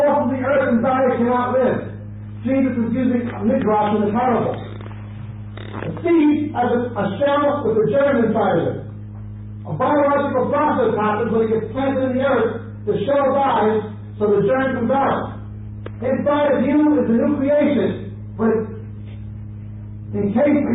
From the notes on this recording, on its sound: We apologize for the sound quality of this recording.